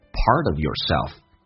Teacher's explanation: Part 跟 of 连音，而且后面用降调读